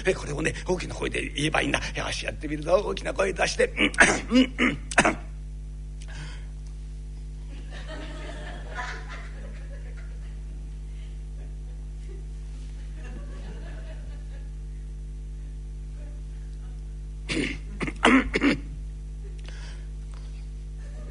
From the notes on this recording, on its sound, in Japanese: 今回は築地本願寺・ブディストホールにて収録した古典落語『唐茄子屋政談』をお聞きいただきます。